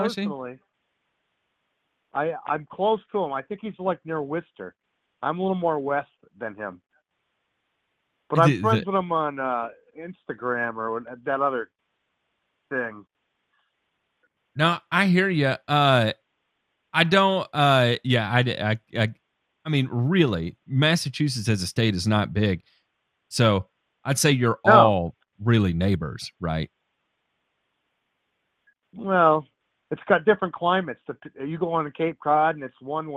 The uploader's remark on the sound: takes phone calls live on air!